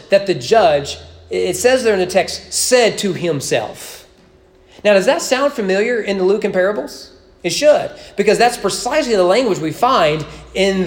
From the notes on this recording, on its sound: Sermon preached at East Frankfort Baptist Church on March 28, 2021 during evening worship.